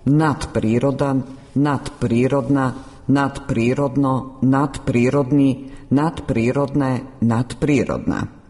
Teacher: Zvučno D ispred bezvučnog P prešlo je u svoj bezvučni par T, jednačeći se sa njim po zvučnosti